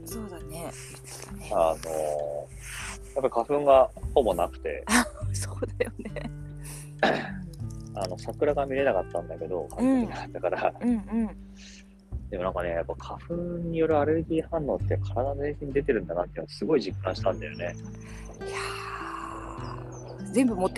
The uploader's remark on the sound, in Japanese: 2人で屋外収録